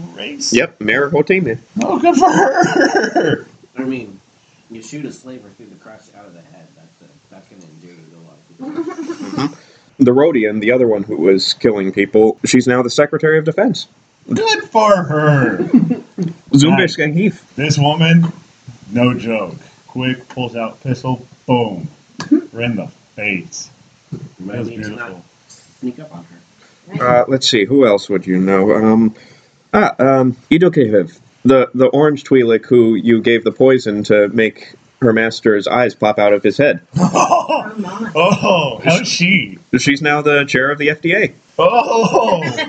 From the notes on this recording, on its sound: Apologies for the sound quality on these next couple episodes; I had the microphone on directional instead of surround setting.